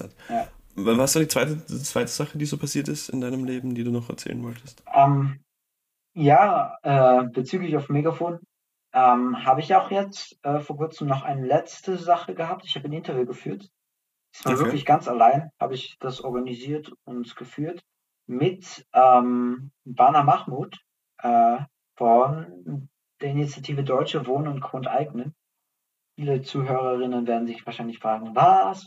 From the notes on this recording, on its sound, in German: Durch technische Schwierigkeiten geprägt